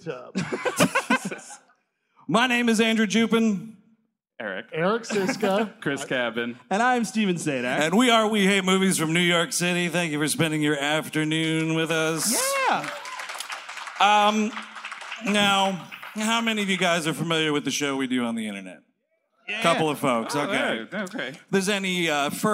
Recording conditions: live audience